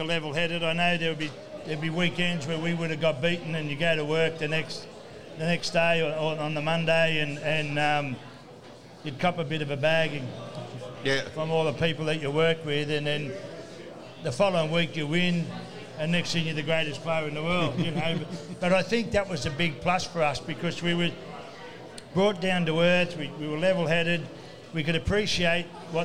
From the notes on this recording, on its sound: live from Jacks Bar & Grill